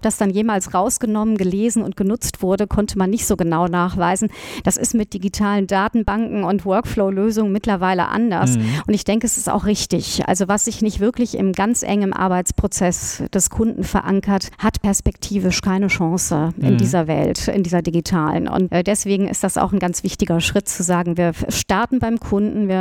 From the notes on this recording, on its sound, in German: In dieser Folge von Irgendwas mit Recht hört ihr re-live vom Legal Hackathon Cologne 2023 bei Ebner Stolz